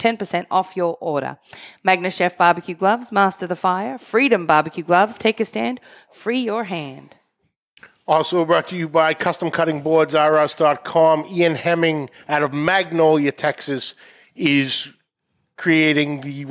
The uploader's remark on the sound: Live in studio. Is recorded live in front of a studio audience at the Studio 21 Podcast Café upstairs at Two Guys Smoke Shop in Salem, NH.